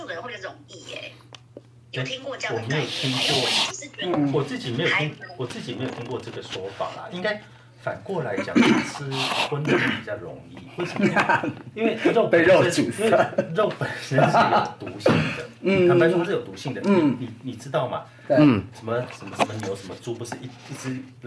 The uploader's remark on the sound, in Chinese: 轉發一段低俗囍劇節目內容錄音。設備問題小雜音 大小聲請見諒。